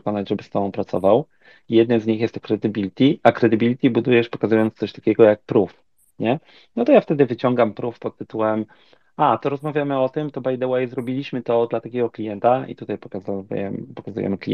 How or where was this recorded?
video call